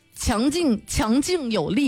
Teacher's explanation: 那劲松啊，这个强劲有力啊，是后鼻音啊